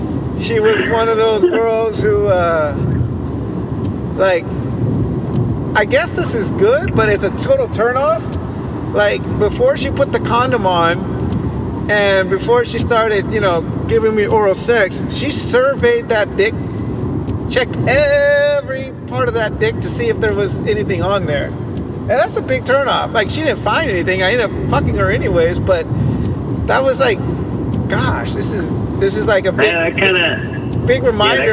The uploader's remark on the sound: Live drive. While driving to tijuana.